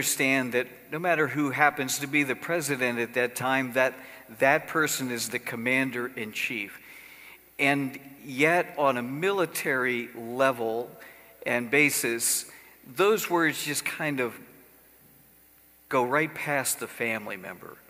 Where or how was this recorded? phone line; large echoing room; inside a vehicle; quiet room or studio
large echoing room